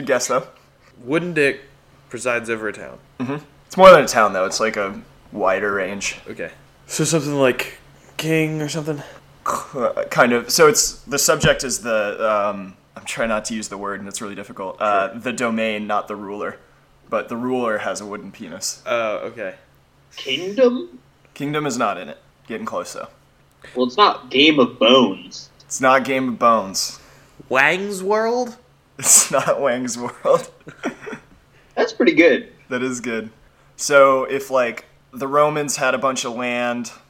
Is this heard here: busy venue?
no